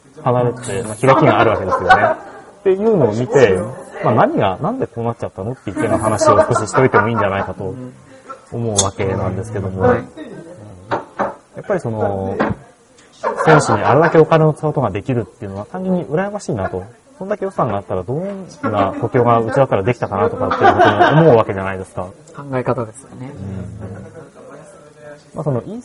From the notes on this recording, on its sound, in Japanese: 今回もファミレス収録です。近くのテーブルに騒がしい若者がやってきたのでちょっと聞きづらい場面もありますがご容赦を。